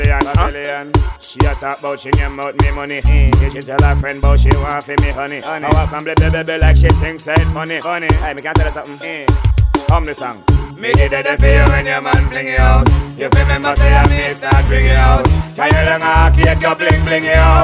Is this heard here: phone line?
no